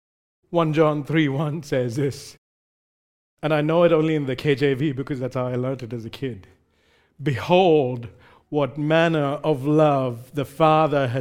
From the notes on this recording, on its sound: recorded live at Grace Community Bible Church